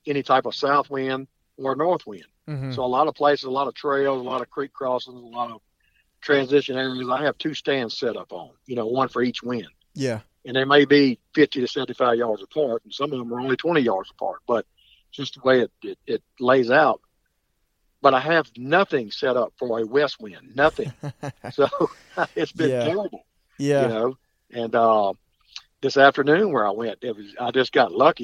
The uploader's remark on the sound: We're on the phone. From Clinton, LA.